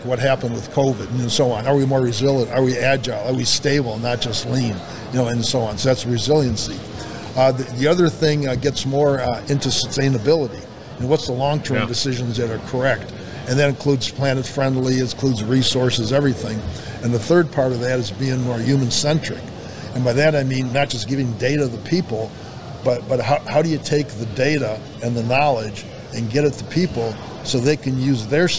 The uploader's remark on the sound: Industry professionals at Accruent User conference in Nashville.